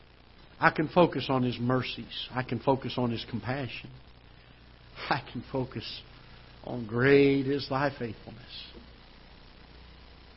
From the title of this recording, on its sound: Ketha Heights Baptist Church ~ Live Broadcast